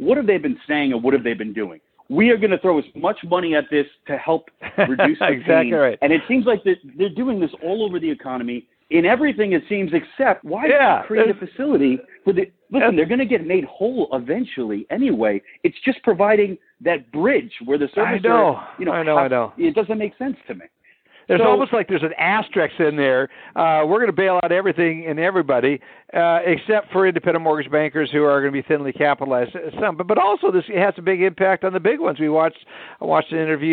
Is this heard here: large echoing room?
no